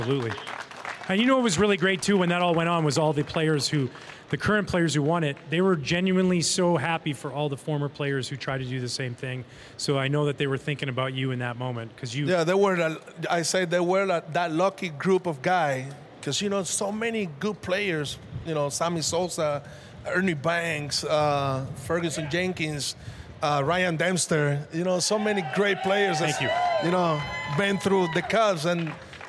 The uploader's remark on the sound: For the first time ever on Marquee Sports Network. Was recorded live to a rooftop audience overlooking Gallagher Way after the final home game of the 2021 season. The live episode.